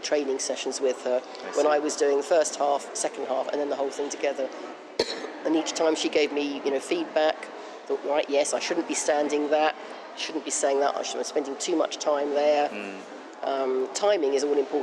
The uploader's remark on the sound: As I’ve done this interview inside the museum, background noise is relatively loud. Peek into a free tour at British Museum.